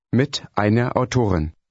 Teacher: Notice the slight R sound at the end of einer when it follows the word with.